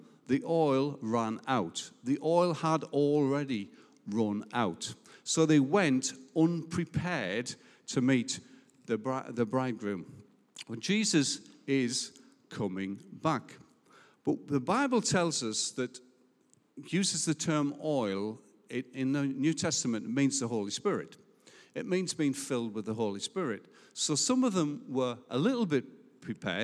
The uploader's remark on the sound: Recorded live at Life Church Lancashire 11th July 2021.